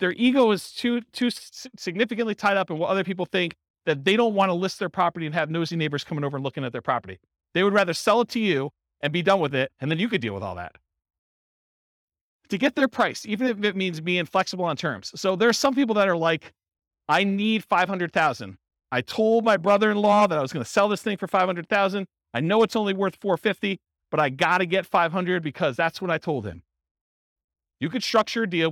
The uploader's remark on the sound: This was a live class recorded